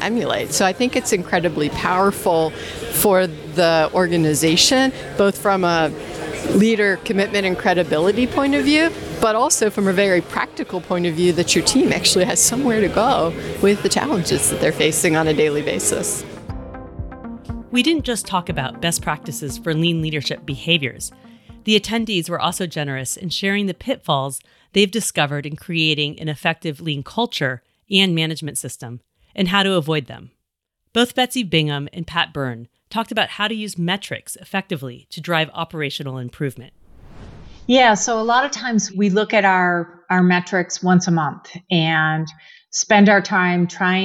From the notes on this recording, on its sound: bringing my microphone to glean insights from the leaders in attendance during the spaces between the mainstage events